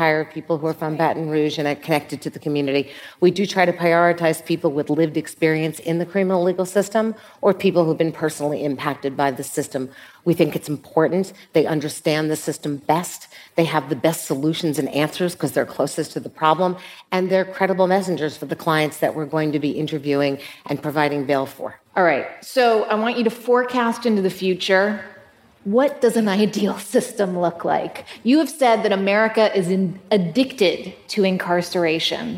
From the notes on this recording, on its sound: In this live conversation